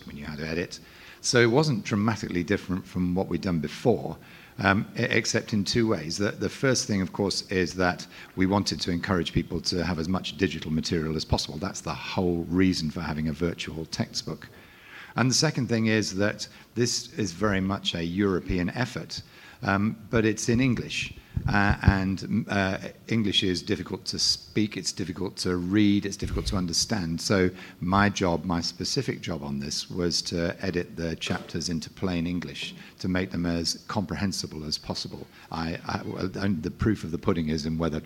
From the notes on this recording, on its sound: ESVS2023. Was recorded live during the session!